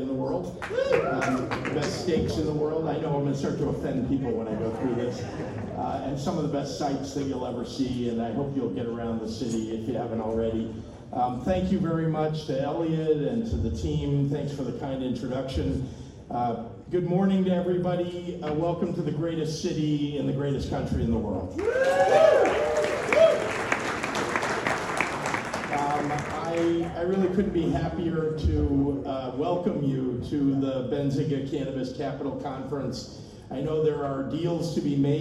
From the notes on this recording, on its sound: Entire speech at Benzinga 2023. Recorded 9/28/23 in Chicago, IL.